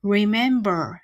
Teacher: remember と言って最初の R と最後の R を巻き舌にします